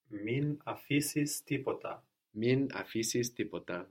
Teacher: We have a vowel there. And we can't lose our N's before vowels